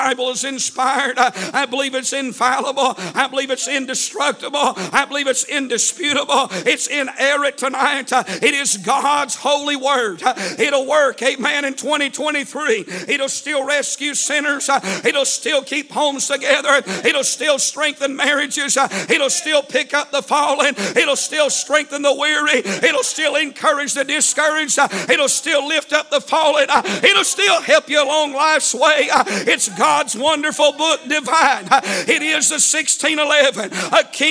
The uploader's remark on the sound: A sermon preached Sunday Evening, on April 9, 2023.